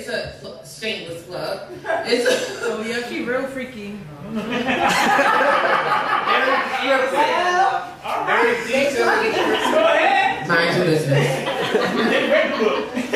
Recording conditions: live audience